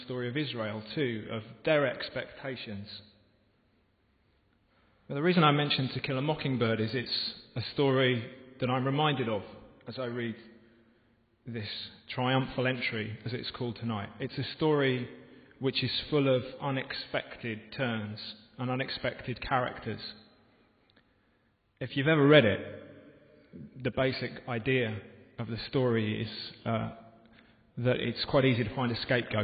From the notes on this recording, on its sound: This podcast was recorded in the home of Moot, at the Guild Church of St Mary Aldermary in the City of London.